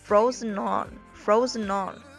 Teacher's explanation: 这个 frozen 和后边的 on 可以连读一下